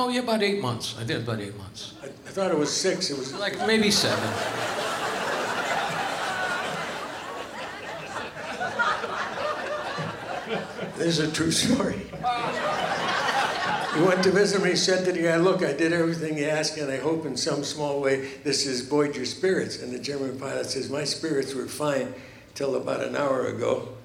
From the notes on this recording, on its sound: Live at the South Point Casino